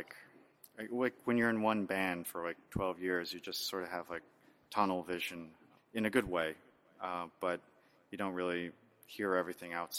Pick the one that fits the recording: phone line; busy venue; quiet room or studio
busy venue